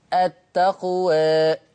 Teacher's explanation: التقليل الإمالة بالفك قليلا